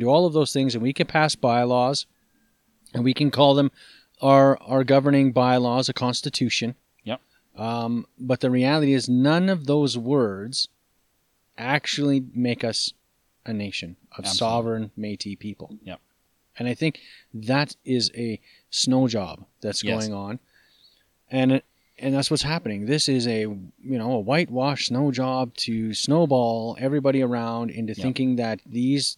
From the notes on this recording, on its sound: We sit down outside